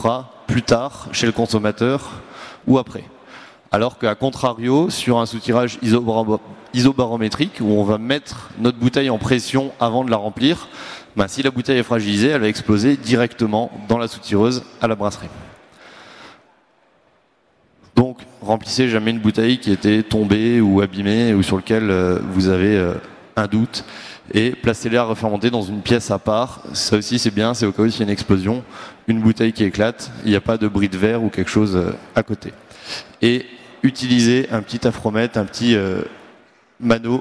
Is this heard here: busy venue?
yes